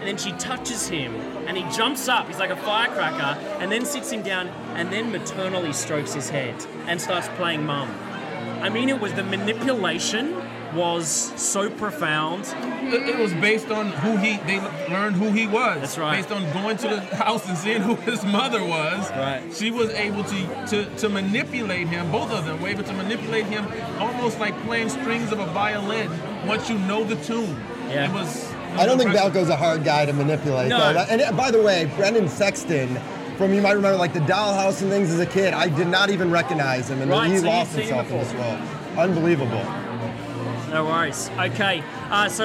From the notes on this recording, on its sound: live from the 2011 MTV Movie Awards Gift Suite